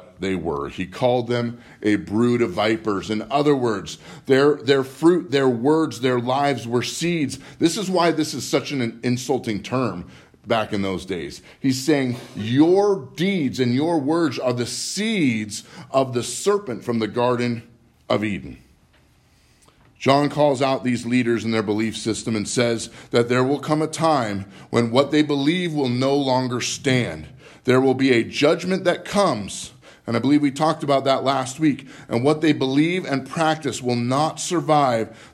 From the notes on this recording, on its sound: Live from Living Word Lutheran